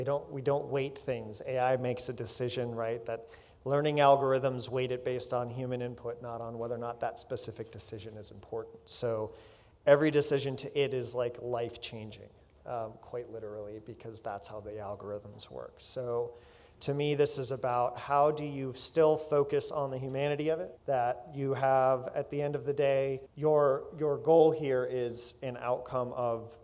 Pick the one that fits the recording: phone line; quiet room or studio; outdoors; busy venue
busy venue